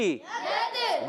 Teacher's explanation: دال جو ہے عرف قلقلہ میں سے قلقلہ ہوگا آواز لوٹ کر آئے گی